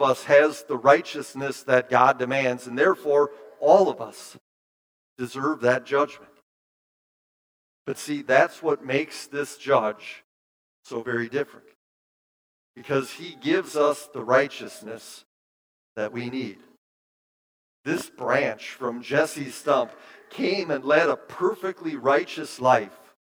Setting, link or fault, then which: setting, large echoing room